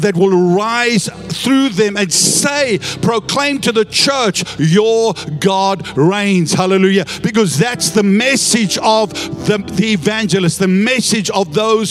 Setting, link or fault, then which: setting, large echoing room